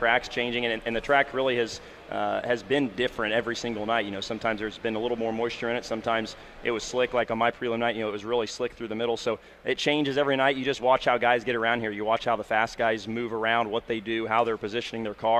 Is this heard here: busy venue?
yes